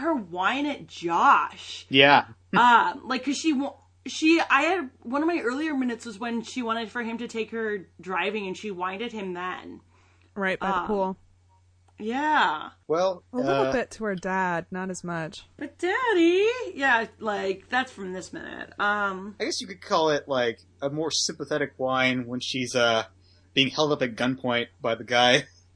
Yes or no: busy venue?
no